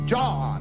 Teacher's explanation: His accent puts him somewhere in South Georgia where they have long vowels.